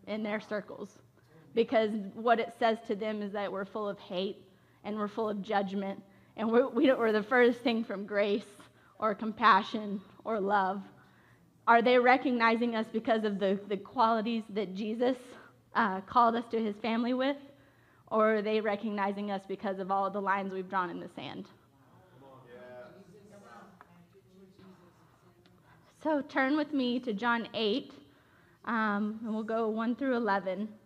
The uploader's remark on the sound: Originally recorded at The Church at Asheville in North Carolina on July 18, 2021. This episode of Life Talks with Connect Global on The Connection Podcast was originally recorded at The Church at Asheville in North Carolina.